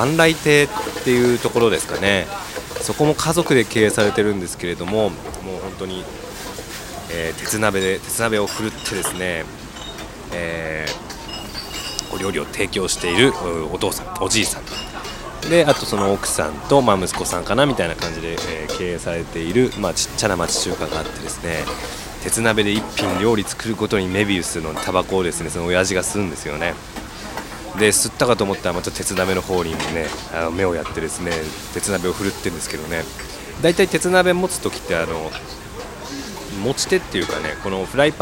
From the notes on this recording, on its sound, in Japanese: きょうは、外録音声を中心にお届け。新宿西口は思い出横丁の町中華の料理風景を中心に音声をお届けです。岐阜屋』（中華居酒屋、新宿西口思い出横丁、2022年3月12日）。収録場所：東京都新宿区、東京都武蔵野市内。